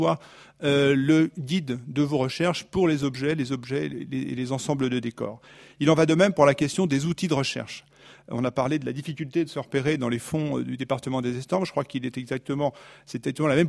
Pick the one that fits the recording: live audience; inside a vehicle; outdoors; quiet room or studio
live audience